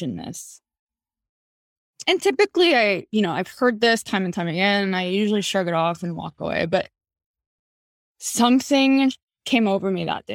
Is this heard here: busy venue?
no